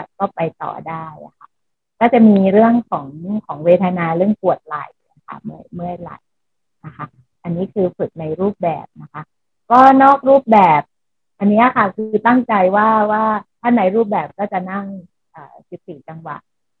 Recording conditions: video call